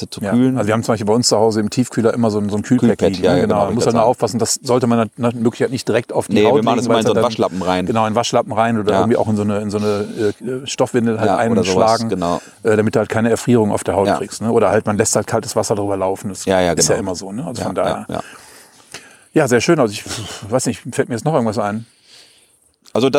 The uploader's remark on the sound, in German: Wir haben uns in Bad Kötzting am Weißen Regen getroffen. Der Ton hört sich auch etwas anders an, wir haben uns nämlich direkt an den Fluss gesetzt und mit unserem mobilen Equipment aufgenommen - hört ihr die Grillen im Hintergrund?